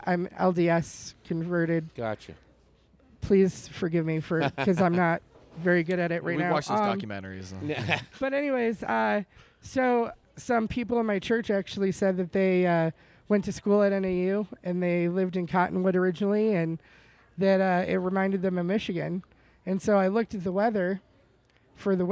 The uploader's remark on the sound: Recorded at the beautiful patio of Late for the Train Coffee in Flagstaff, AZ. Recorded as part of the First Annual Jest Another Comedy Festival that took over downtown Flagstaff. Produced by Jester Comedy & The Orpheum Flagstaff. Recorded at the beautiful patio of Late for the Train Coffee in Flagstaff, AZ.